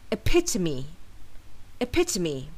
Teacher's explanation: with the stress falling on the second syllable